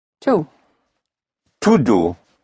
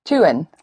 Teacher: the D of do becomes a T